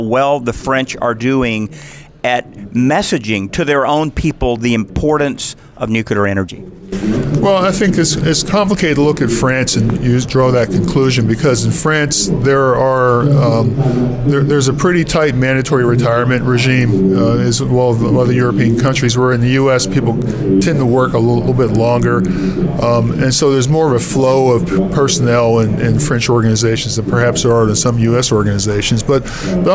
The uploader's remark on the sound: On the road at the World Nuclear Exhibition.